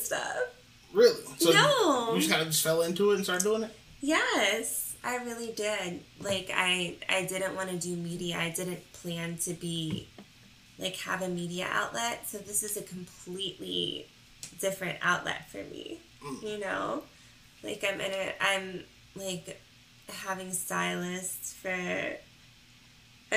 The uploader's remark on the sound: We apologize for the Audio quality, with moving to a new space we’re still trying to get it right.